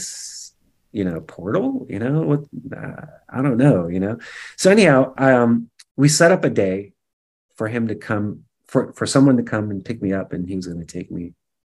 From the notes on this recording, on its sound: Food Forest Abundance Zoom Meeting